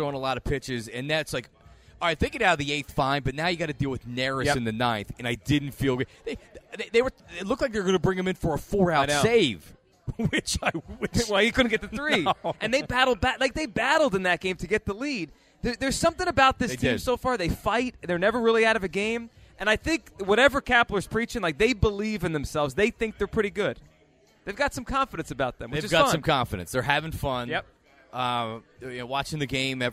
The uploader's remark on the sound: live from the AT&T Store in Philly